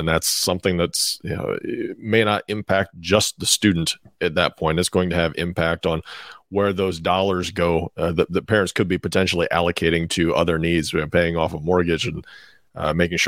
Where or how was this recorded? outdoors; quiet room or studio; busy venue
quiet room or studio